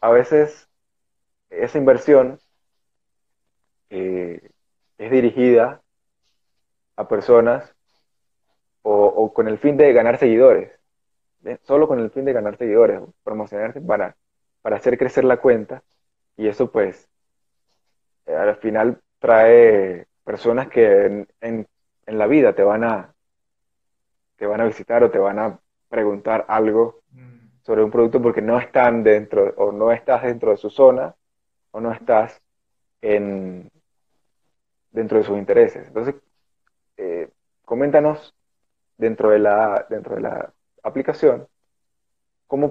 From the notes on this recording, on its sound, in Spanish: que realizamos a través de un Instagram Live